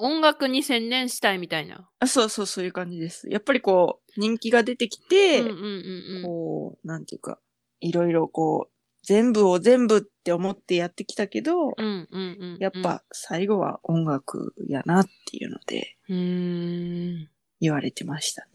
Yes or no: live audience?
no